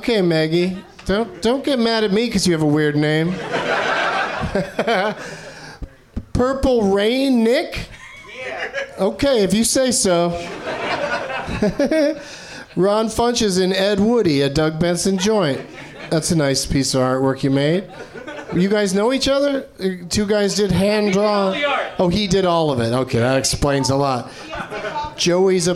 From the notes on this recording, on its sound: Live from the NerdMelt Showroom